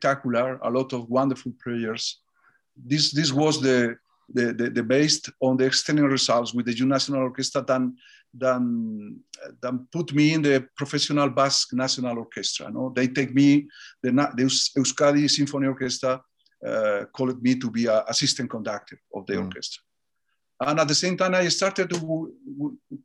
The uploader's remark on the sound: This interview was recorded on 23rd February 2021 via Zoom.